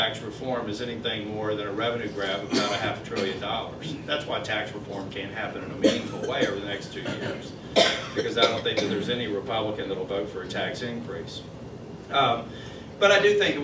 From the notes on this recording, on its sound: WASHINGTON, DC. Spoke to a breakfast meeting of The Ripon Society.